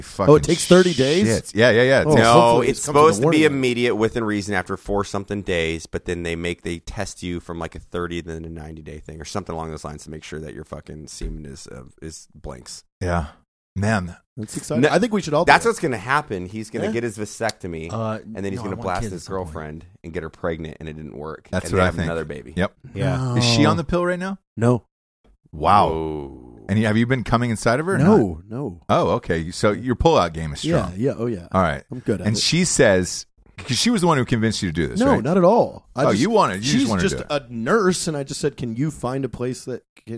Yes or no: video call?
no